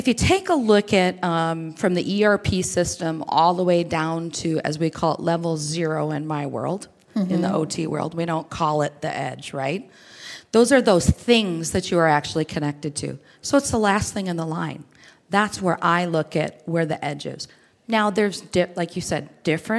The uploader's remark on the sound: Intel Chip Chat Live - HPE Discover - 2017